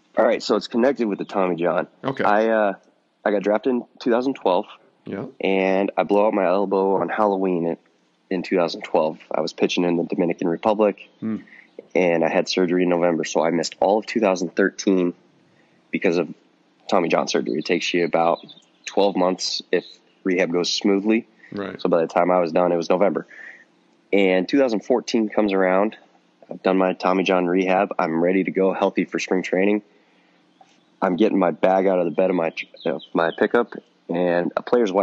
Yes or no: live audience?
no